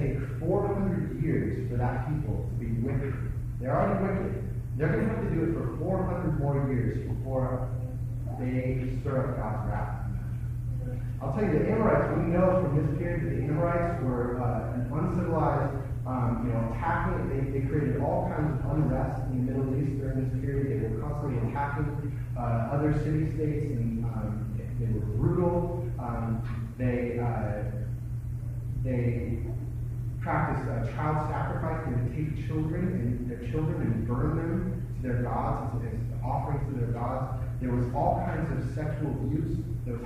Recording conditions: poor sound quality